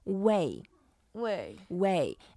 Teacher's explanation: it's the fourth tone. So we go down